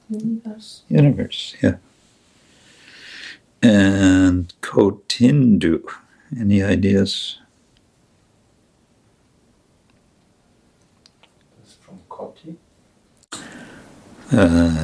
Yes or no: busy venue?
no